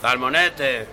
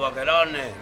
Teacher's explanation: But in the recording, you'll hear the fishmonger pronouncing it as salmonete, and that's where the th sound, the th sound, if you like, is replacing S, as it happens in some parts of Spain · Term: ceceo